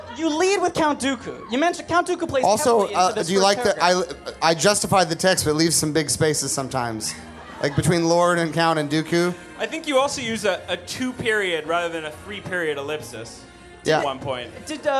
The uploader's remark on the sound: Watch With Us LIVE! Recorded at Union Hall in Brooklyn, NY.